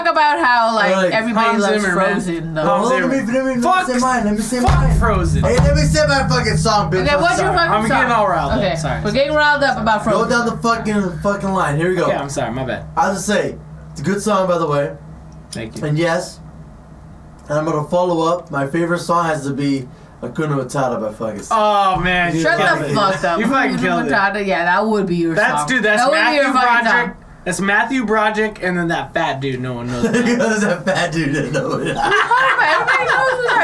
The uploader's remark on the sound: Enjoy our newly renovated, purely conversational drunk-style podcast and bear with us while we get used to our new mics!